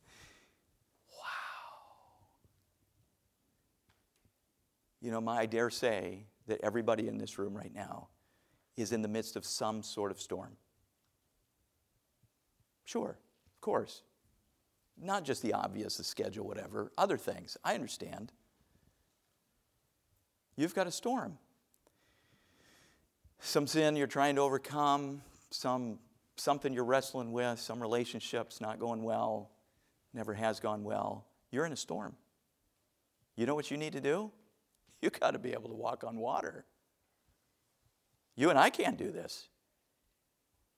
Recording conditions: large echoing room